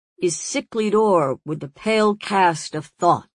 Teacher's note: The third uses the two-foot variation of two unstressed followed by two stressed syllables.